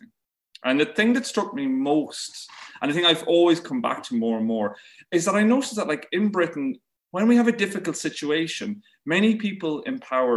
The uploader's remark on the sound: This talk was recorded online 5x15 in 2021.